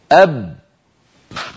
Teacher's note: نجد بأن هنا في منطقة الرقبة هناك ضغط، هناك صوت وهواء محبوس يريد أن يخرج